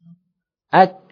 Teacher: Suara tertahan, tapi nafas keluar. · Term: syiddah tetapi dia hamas